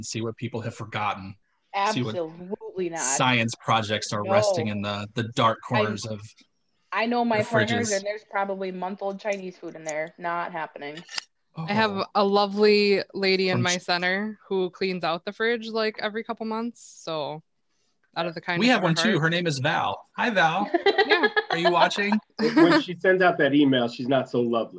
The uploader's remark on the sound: join each other on Zoom